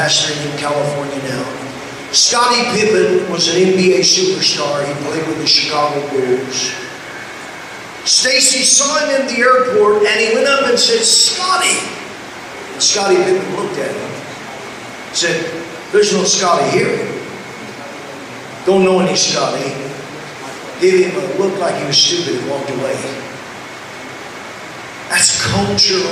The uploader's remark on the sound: LOW SOUND QUALITY